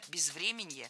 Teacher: Безвременье, неверно, правильно, безвременье. Ударение в этом слове падает на корень врем. Время, безвременье.